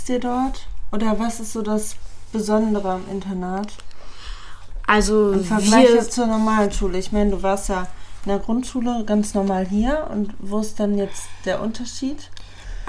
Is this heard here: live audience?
no